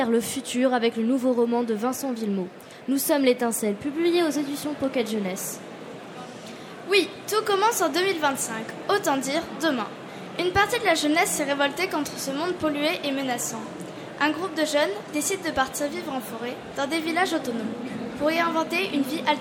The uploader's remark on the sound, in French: Emission en direct du salon européen de l'éducation sur France Info !